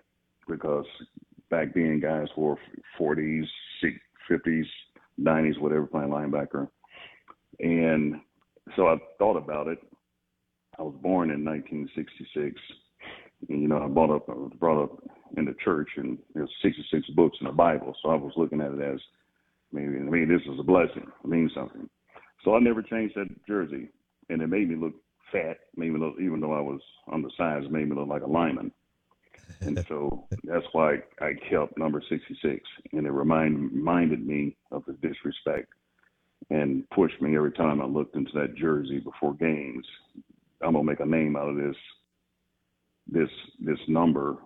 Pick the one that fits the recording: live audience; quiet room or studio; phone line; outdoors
phone line